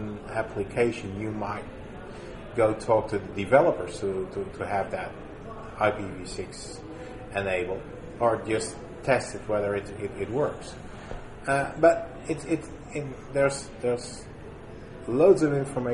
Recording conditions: busy venue